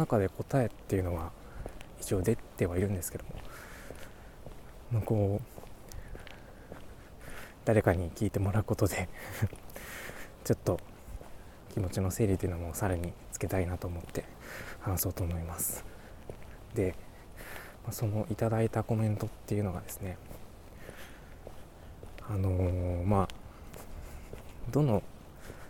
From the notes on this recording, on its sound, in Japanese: お散歩/04］。歩きながらつらつらとお話ししています。今回ノイズや風切り音が少し多めになっております。